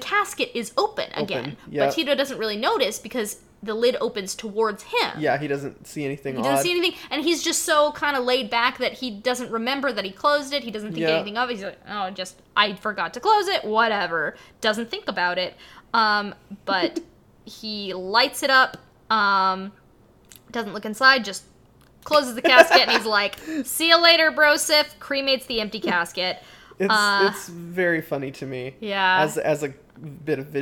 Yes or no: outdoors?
no